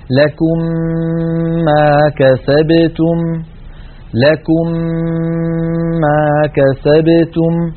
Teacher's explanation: ومن قواعد التجويد أن هذه الميم المشددة تحتاج إلى غنة طويلة، مثلا لكم ما كسبتم، لكم آخرها ميم ساكنة، ما كسبتم أولها ميم متحركة، ندغم الميم الأولى في الثانية فيصبحان ميما مشددة تنطبق عليهم الشفتان انطباقة واحدة، فنطبق على ميم ساكنة ونفتح الشفتين على ميم متحركة مع ملاحظة الغنة هكذا: لكم ما كسبتم، لكم ما كسبتم. · Term: الإدغام